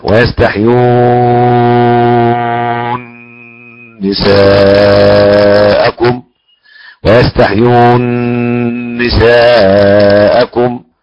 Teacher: ويستحيون نساءكم ويستحيون نساءكم، اثنين واربعة وستة وعلى حسب العارض، اذا قصرنا هنا نقصر في العارض، اذا وسطنا نوسط في العارض، اذا مدينا نمد في العارض. ويستحيون نساءكم ادغام النون في النون، مثلين كبير وقبله حرف معتل